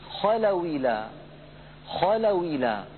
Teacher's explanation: نقلنا كسرة الهمزة إلى الواو الساكنة قبلها وحذفنا الهمزة من اللفظ · Term: نقل حركة الهمزة